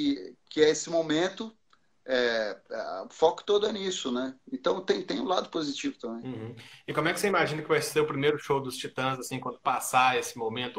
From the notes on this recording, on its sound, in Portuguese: ao vivo no instagram da Alvorada FM